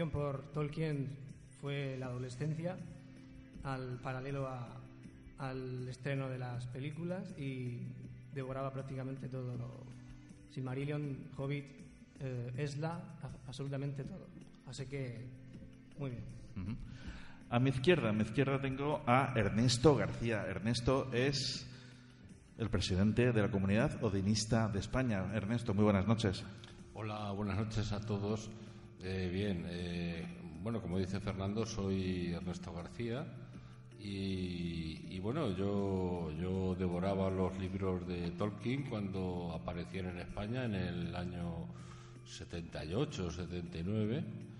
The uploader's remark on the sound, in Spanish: grabado el pasado viernes 5 de Abril en el Auditorio del Centro Cultural Puertas de Castilla de Murcia